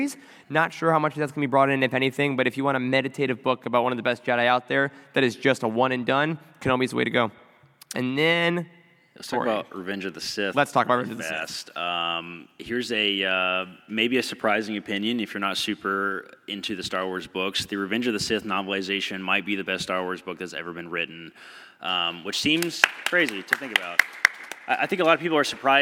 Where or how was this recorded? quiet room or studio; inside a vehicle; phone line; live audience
live audience